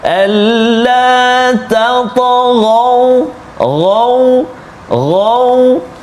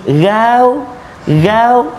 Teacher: huruf isti'la huruf ghain tebal · Shown in: first take